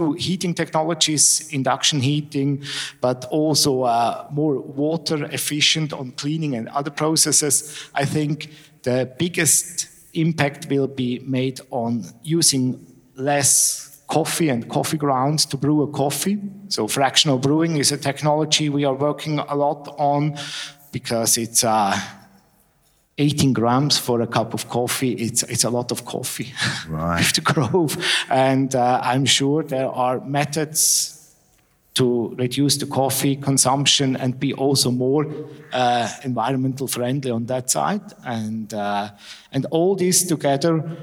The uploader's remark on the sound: Recorded at the European Coffee Symposium last month in Barcelona. The final two interviews from the 5THWAVE Live sessions - recorded at the European Coffee Symposium last month in Barcelona.